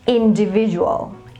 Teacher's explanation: So you stress with the third syllable, which is V, okay?